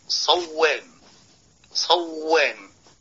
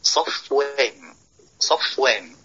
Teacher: لا تدغم الفاء في الواو · Shown in: second take · لا تقل صوان صوان، وإنما بين الفاء وقل صفوان صفوان.